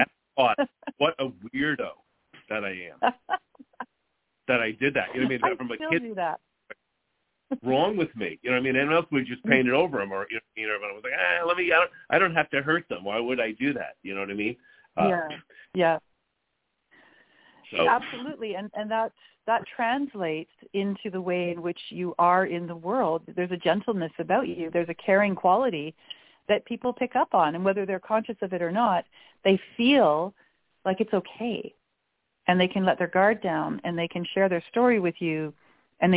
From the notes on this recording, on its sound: We will open the phone lines for questions for my guest.